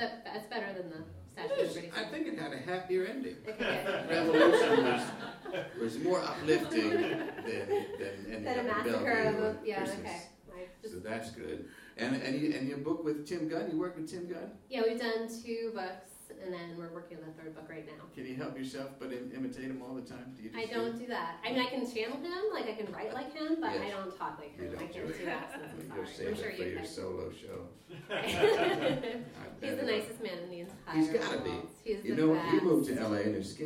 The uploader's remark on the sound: live show, presented as part of the 2013 Gotham Storytelling Festival